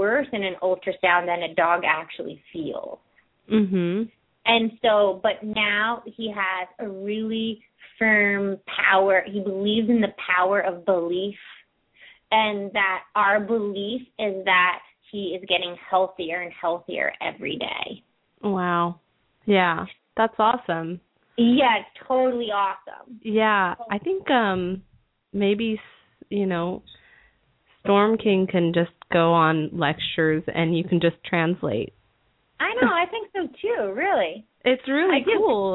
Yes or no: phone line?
yes